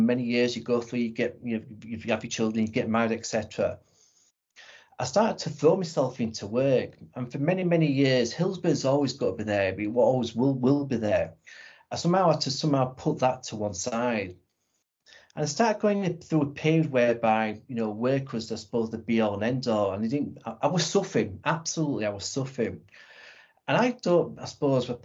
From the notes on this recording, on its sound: This episode is a recording of a webinar from The Football Mental Health Alliance.